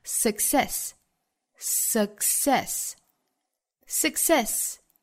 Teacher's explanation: 单词中间的这个 k 的发音呢，后面遇到了 s 的发音，前面的 k 做不完全爆破，只摆口型，但是不爆破出来，发成 success, success,非常轻微的一个 k。Success is no longer about, longer 和后面的 about 可以做圆圆的连读，带出一个小的 r, no